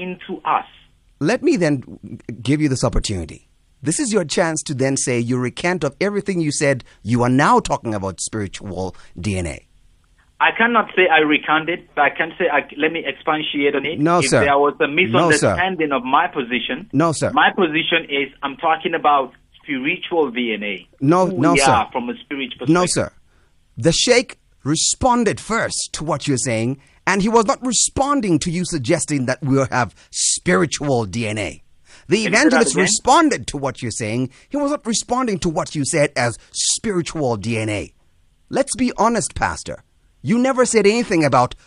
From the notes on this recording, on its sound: Guest on the phone